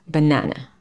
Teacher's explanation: Наприклад, у слові «банан» цілих два шва. Ми пишемо «банана», але ми не говоримо «банана».